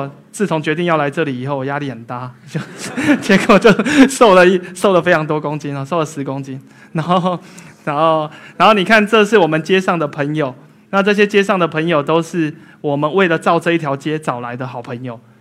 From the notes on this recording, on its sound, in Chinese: 一席现场